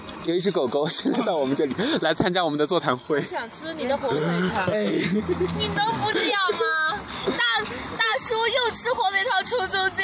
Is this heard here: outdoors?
yes